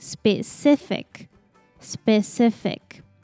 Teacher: And the last part, the C here pronounces K, and we stress the second syllable, so it sounds like specific, specific.